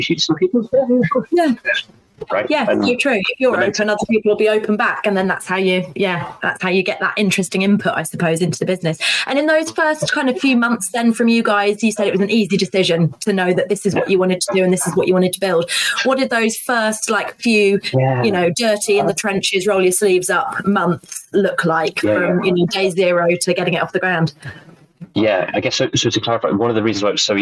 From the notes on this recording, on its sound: Please bear with me on the audio quality of this episode